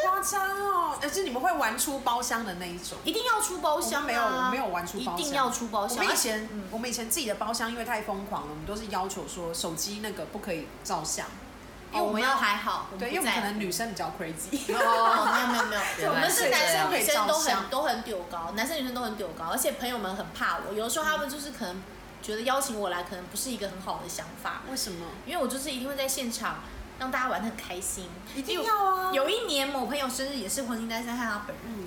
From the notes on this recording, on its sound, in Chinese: 喝酒那些事系列由於是試錄集，收音設備非常陽春，請海涵～。